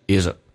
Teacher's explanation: 把 th 去掉，用前面的 z 跟后面的 a 形成个连音，而且用降调来读